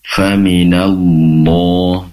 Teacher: huruf lam itu berasal dari tepi lidah, bagian dari busur lidah nempel ke langit-langit. Maksudnya untuk melafadzkan huruf lam itu perlu memastikan lidah yang bagian depannya, pas ya, lidah atasnya bagian depan sama bagian depan dan sampingnya itu nempelnya ke langit-langit. · Allah di sini kan tebal lafzul jalalahnya, tebal lamnya karena berharokat fathah. Pastikan keluarnya itu dari keluarnya huruf lam ya, karena huruf lam itu berasal dari tepi lidah, bagian dari busur lidah nempel ke langit-langit.